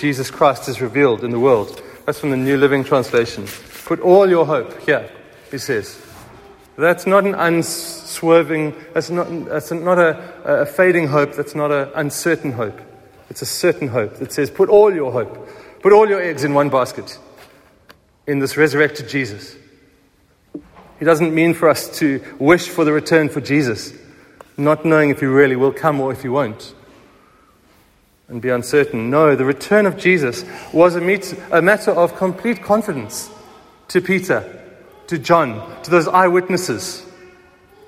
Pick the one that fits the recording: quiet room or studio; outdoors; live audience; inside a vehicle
live audience